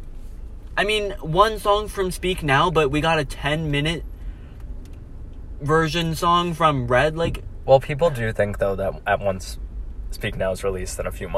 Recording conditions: inside a vehicle